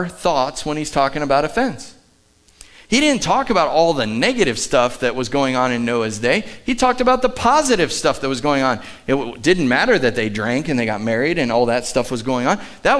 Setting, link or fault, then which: setting, large echoing room